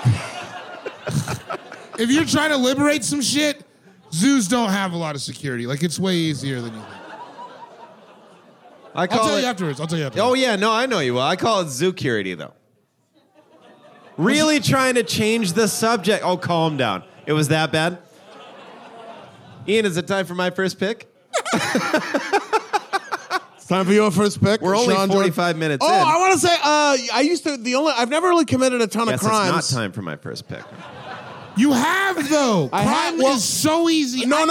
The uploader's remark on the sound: This episode was recorded live at the Doug Fir in Portland, Oregon.